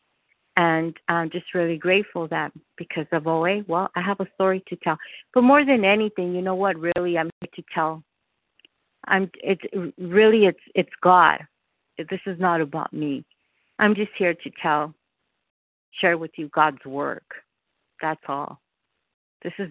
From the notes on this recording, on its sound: from the 100 Pounders Phone Meeting